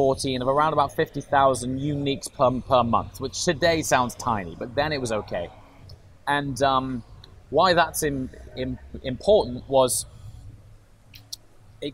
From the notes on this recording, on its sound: In this special episode, recorded in Miami and direct from the Gumball Rally.